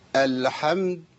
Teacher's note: حركت اللام الساكنة. قلقلتها